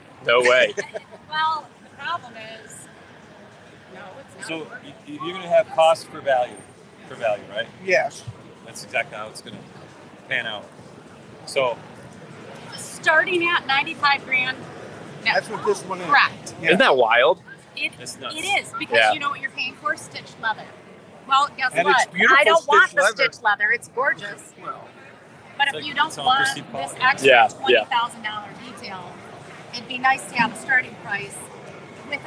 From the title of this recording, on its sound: LIVE FROM DETROIT AUTO SHOW